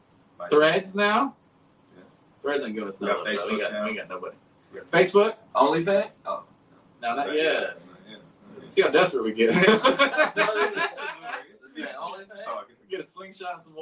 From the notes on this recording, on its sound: Our man audio cable went out on us! We apologize for the sound!